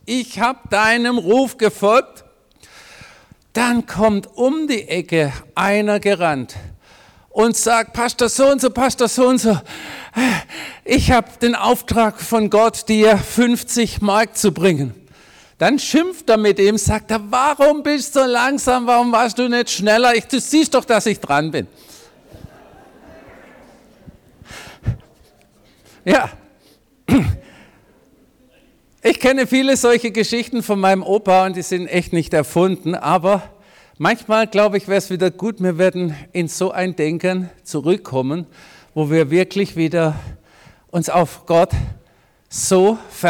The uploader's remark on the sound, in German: predigt im Missionswerk Karlsruhe